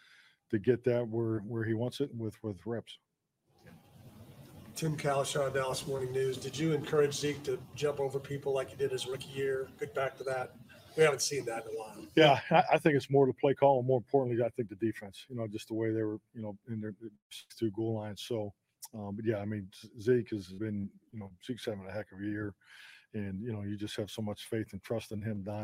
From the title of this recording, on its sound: Live from Winners Smokehouse